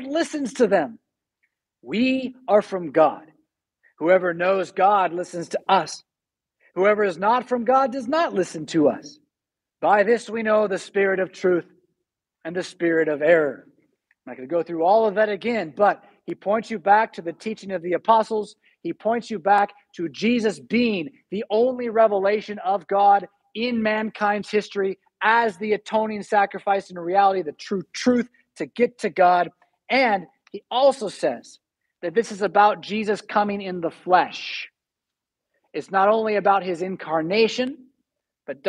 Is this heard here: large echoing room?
yes